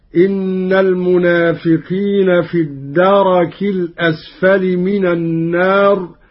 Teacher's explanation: قرأ قالون: إن المنافقين في الدرك الأسفل من النار، بفتح الراء